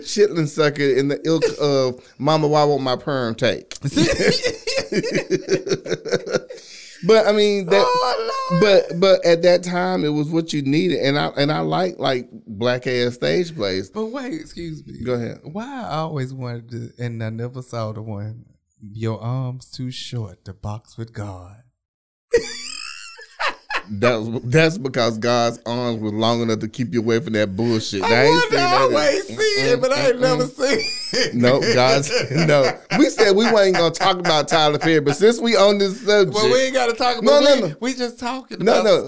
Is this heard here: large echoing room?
no